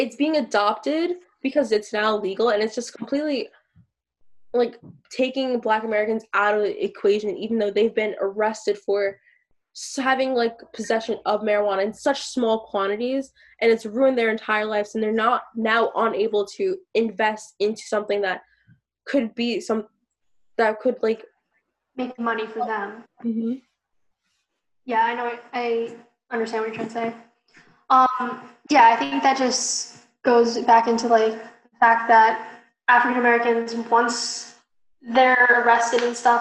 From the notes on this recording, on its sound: We've been recording through zoom because of the current social distancing situation, so the audio quality is not the best